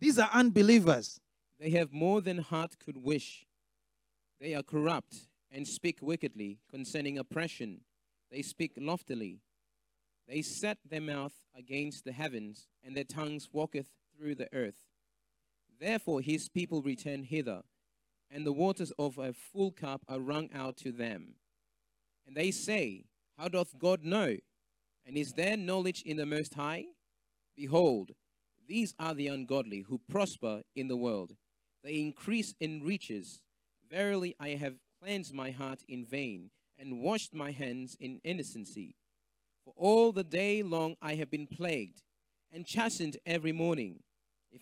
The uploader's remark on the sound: This teaching was extracted from our Live Church Service in Townsville on 29/10/2023